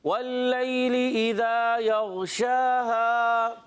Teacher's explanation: کھڑا زبر ہے تو شین الف زبر شاہ ایک الف کھینچ کر ادا کریں گے